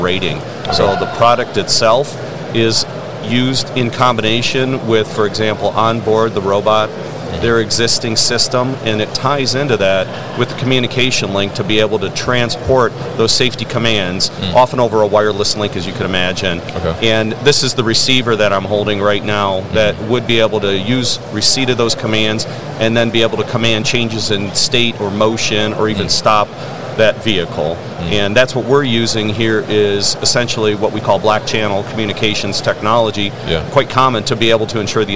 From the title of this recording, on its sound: FORT Robotics at MODEX 2022